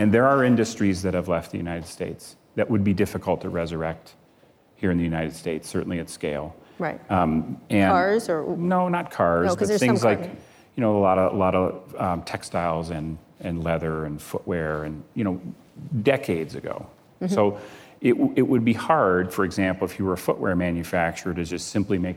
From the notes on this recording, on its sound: live onstage at the 2019 Code Conference